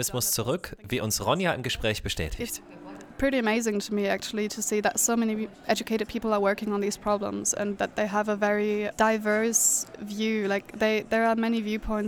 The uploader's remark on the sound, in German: Q BERLIN 2022. Live Aufnahmen und Interviews von der Konferenz.